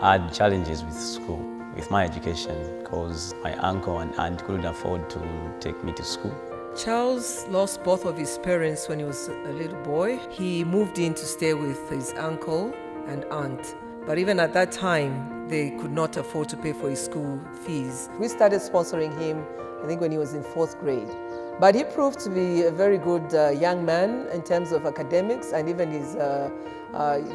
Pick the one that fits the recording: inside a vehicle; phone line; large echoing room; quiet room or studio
large echoing room